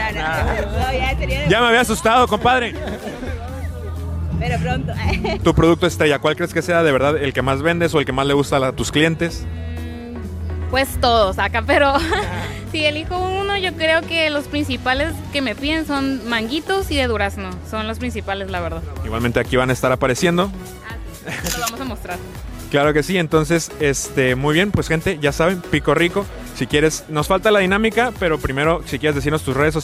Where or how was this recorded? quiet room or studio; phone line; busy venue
busy venue